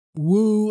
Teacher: native speakers from London, a lot of them drop the H's